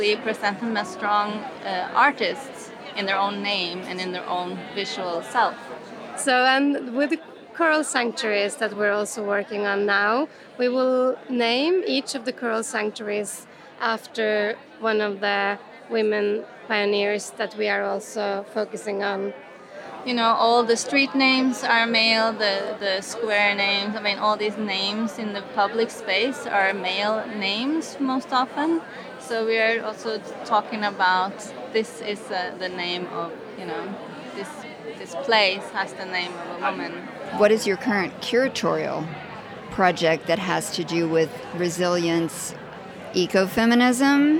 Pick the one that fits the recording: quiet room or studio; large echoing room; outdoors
outdoors